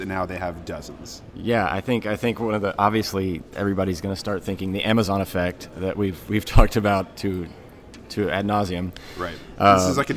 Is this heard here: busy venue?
yes